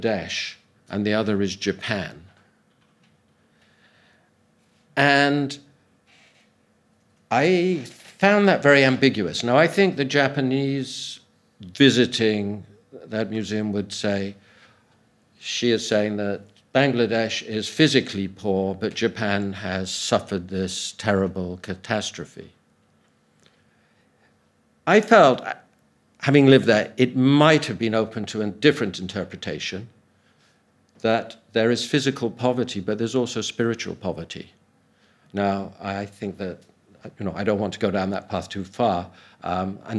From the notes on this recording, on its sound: Audio from a sermon in Hatch End